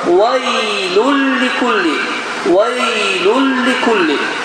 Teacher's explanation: Bu zaman bizə qayda deyir ki, nı səsini tamamilə götür. · Term: idğam bilə qunnə